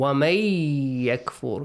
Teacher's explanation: You merge نون ساكن into the letter يا. · Term: إدغام